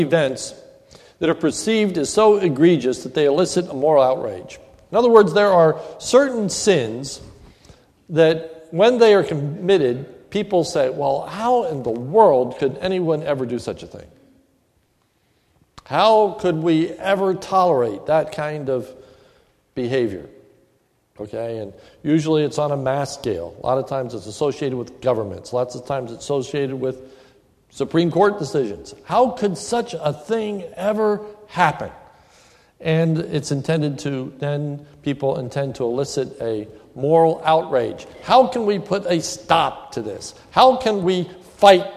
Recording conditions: large echoing room